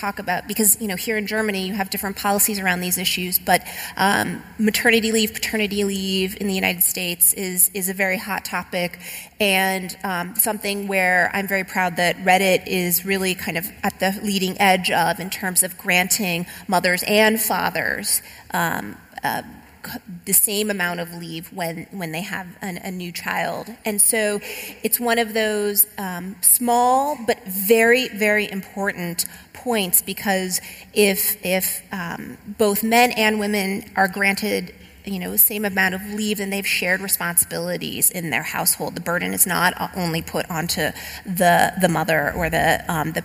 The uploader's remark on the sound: Recorded live at The European Communications Summit in Berlin.